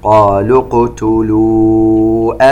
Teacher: نلاحظ أن المد الذي في نهاية كلمة قالوا سقط لالتقائه مع الساكن الذي في بداية كلمة اقتلوا